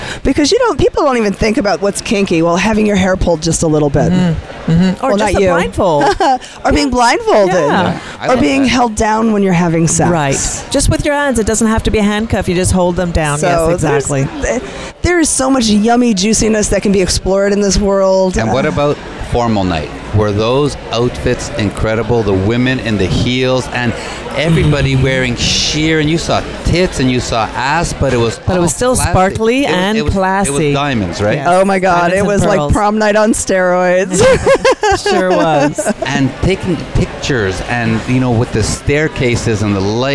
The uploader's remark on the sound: Broadcast on location from the Promenade Deck of the Royal Caribbean Cruise Ship. Out on the open seas.